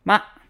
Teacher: the fifth tone is the least common one, and it's kind of like short